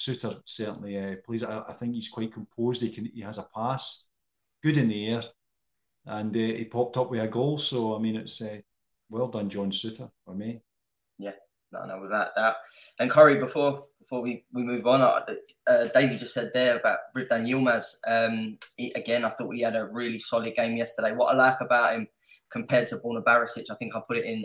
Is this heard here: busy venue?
no